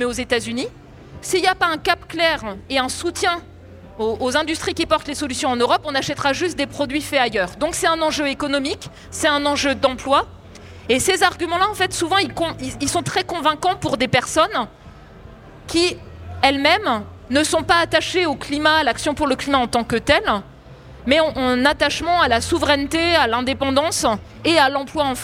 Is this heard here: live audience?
yes